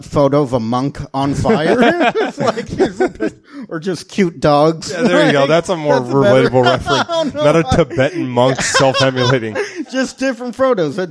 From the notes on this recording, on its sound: The guys hang out with a live audience at the STAB! Comedy Theater.